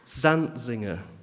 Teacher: Zantzinger would be my guess, with the emphasis on the first syllable, as in Armitage, as in Zimmerman.